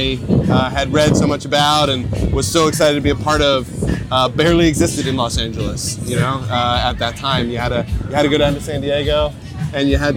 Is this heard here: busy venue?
yes